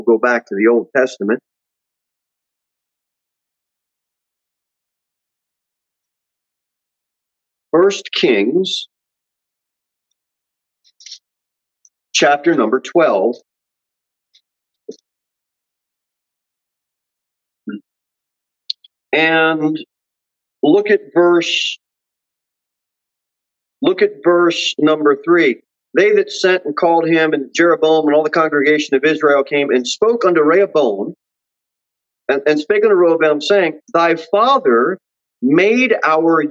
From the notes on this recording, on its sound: Sermon delivered at Pilgrim Baptist Church on Thursday, January 26, 2023, at 6:15 pm. Jere Whitson Rd. Pilgrim Baptist Church is a bible-believing, independent Baptist church.